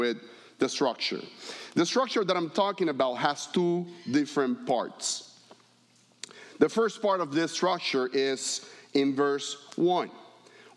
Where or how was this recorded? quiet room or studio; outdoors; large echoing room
large echoing room